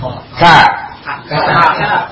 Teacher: K, dia di pangkal lidah dengan langit-langit · Term: huruf K